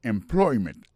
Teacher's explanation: Accent tombé sous deuxième syllabe là · Term: accent tonique